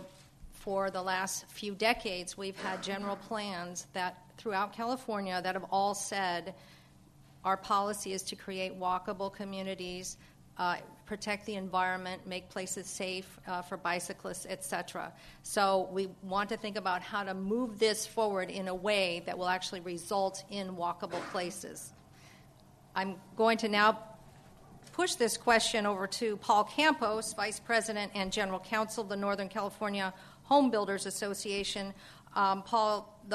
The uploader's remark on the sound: This program was recorded in front of a live audience at The Commonwealth Club in San Francisco on July 7, 2009